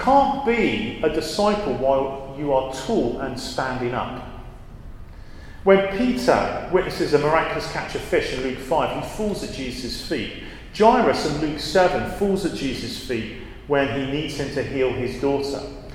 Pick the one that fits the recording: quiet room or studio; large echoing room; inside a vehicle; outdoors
large echoing room